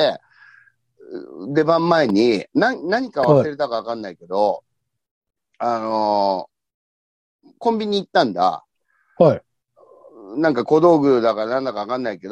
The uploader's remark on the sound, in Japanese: ZOOMで収録。